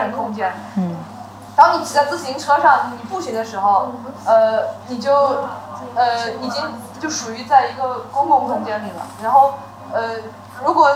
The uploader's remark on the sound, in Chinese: 在上海的跳海酒馆面对面聊了很多她满世界跑，满世界画画的故事。现场的朋友也带来了很多精彩的问题。由于我们缺乏经验，后半段精彩的问答没录上。这段录音没录上，请见谅。这里开始录音机没电了，没录到清晰的声音。